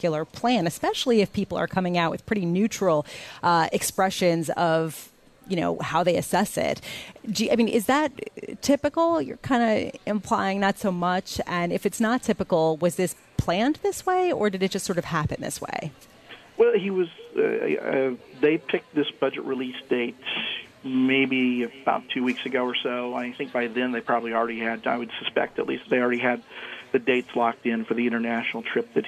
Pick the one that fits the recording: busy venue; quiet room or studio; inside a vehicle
busy venue